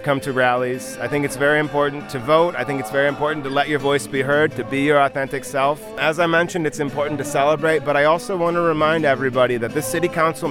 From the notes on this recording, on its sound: voices from the rally at Winfield Park outside of the Hamtramck City Hall